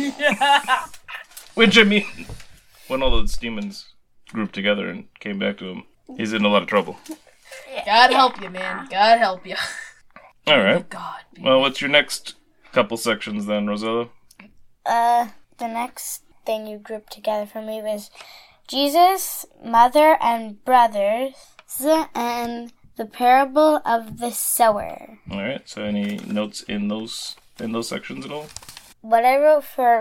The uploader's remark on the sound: The sound was also attacked by a serial pen clicker.